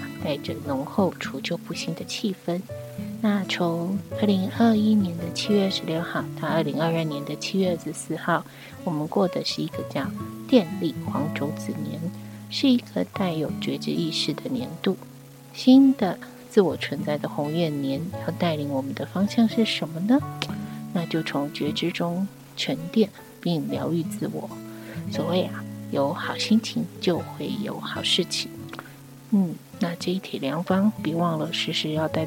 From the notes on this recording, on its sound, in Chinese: 是不是感覺背景聲有點吵呢？人目前還在醫院陪母親住院，沒有工作室的錄音配備，沒有安靜的環境。這一集錄音狀況不好。